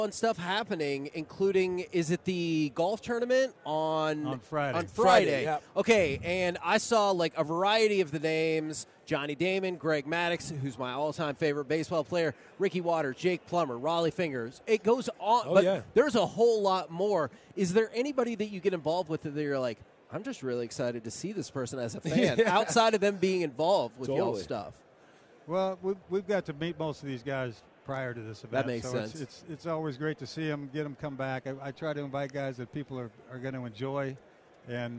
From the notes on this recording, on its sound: LIVE from Radio Row in Las Vegas!